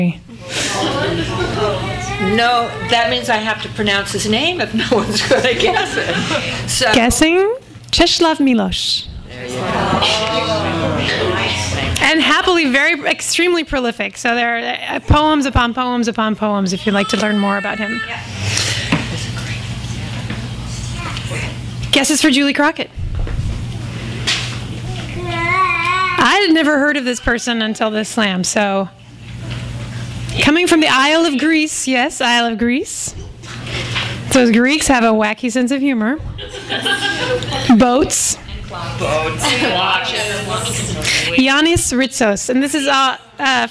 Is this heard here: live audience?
yes